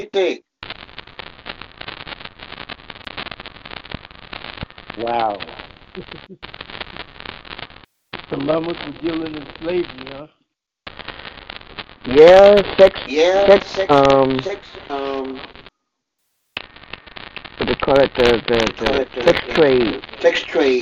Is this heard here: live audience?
no